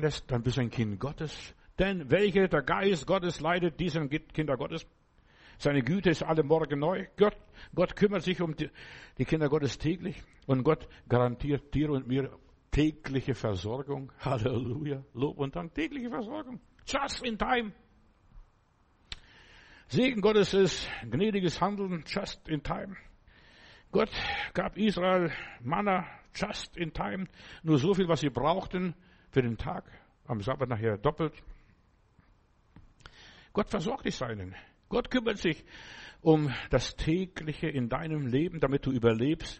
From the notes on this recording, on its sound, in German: Februar 2024 im Gemeinde-Zentrum in Berlin aufgenommen.